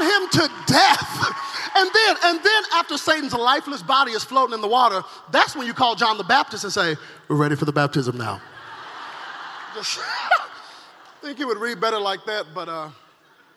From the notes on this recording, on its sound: From the 2017 Zoe Conference